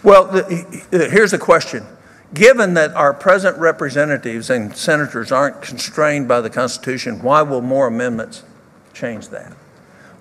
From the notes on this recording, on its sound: speaks at the 2018 Pennsylvania Leadership Conference.